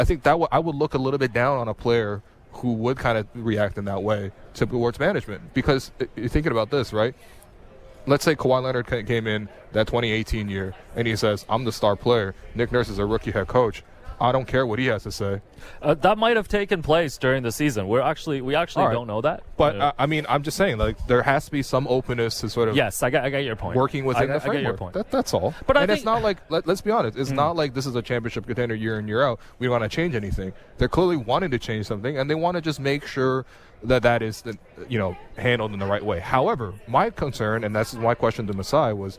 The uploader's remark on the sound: Live From Media Day. Live on location from media day.